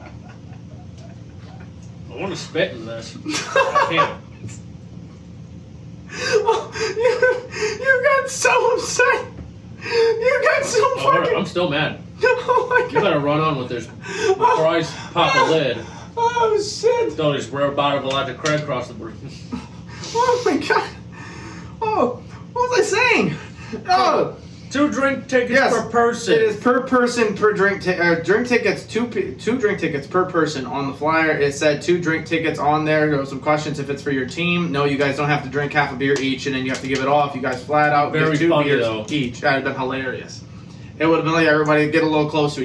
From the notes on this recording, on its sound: Apologize for the audio for this episode. Didn’t start the mics! The original duo was in the studio for this episode.